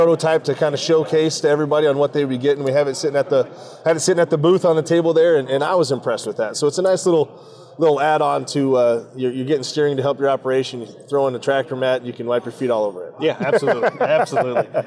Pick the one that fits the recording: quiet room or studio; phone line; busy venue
busy venue